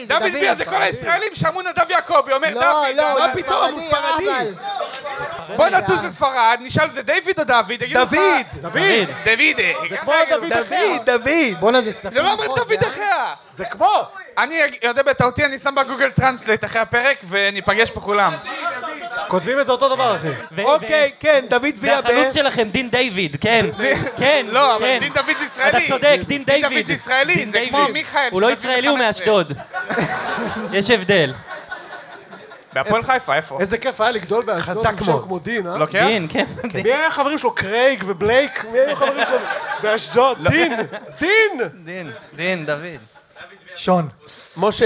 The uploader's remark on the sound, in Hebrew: ערב הציון3 החי השני במונדיאל הישר מהבר גיורא בתל-אביב. הוקלט מול קהל חי בארבעה בדצמבר.